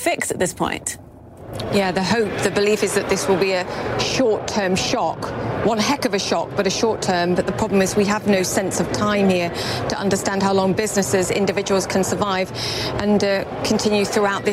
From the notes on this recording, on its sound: live from the New York Stock Exchange